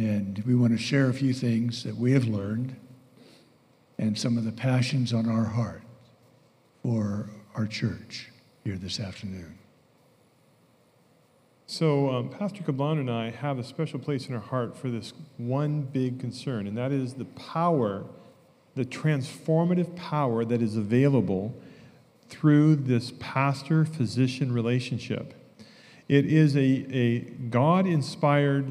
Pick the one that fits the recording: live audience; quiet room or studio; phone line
live audience